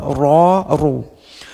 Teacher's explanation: Setiap ra yang berharakat dhammah, berharakat fatah, maka lafadznya tafkhim tebal